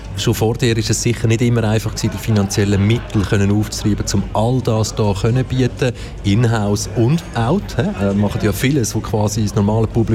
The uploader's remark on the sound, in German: Festivalausgabe live aus dem Merkerareal in Baden.